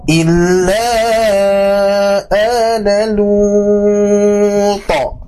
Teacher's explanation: huruf to dan disukunkan, ini pasti memantul ya. Pantulannya harus muncul.